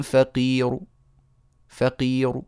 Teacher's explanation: اتيت بثلث ضمه والراء تصير مفخمه · Term: الروم